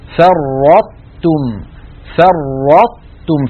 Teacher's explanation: لذلك نطق هذه الكلمة كما فعلت وفعل من وراء إخواننا بارك الله فيهم أن ننطق هكذا فرطتم فرطتم، فنطبق نقرع بطرف لساننا مخرج الطاء من غير قلقلة، ثم نباعد هذا الالتصاق عن تاء، نطبق على طاء غير مقلقلة ونباعد اللسان عن تاء مرققة · Term: الإدغام الناقص